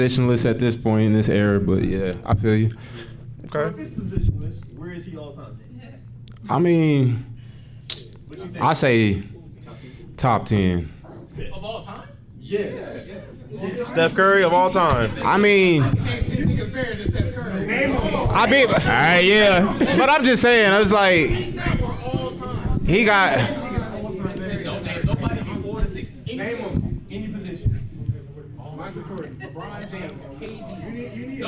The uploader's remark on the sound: Dreamcon Panel 2022